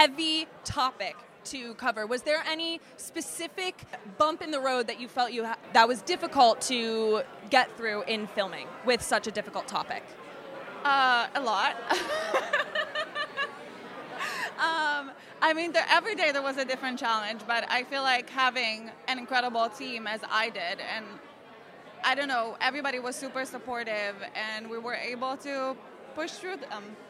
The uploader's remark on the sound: This week we take you to opening night of the Soho International Film Festival. This week we take you to opening night of the Soho International Film Festival.